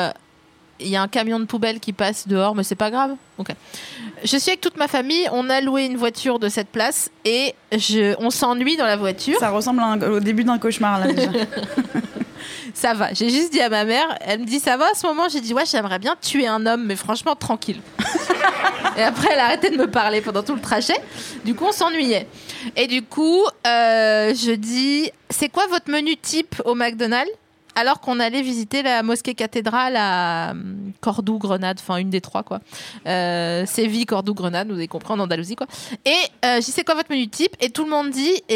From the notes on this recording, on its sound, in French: Cet épisode a été enregistré le 07 mars 2020 au Lauretta (46-48 boulevard de la Villette, Paris, 19e).